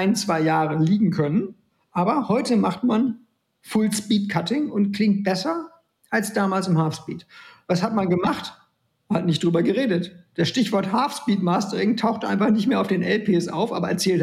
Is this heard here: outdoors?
no